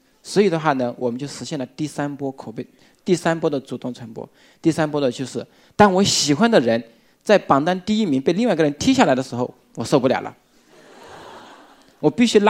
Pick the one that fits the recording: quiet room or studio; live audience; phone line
live audience